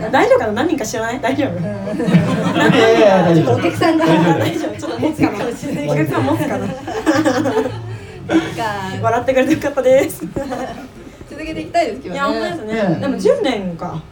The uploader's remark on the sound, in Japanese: OKFK で公開録音しました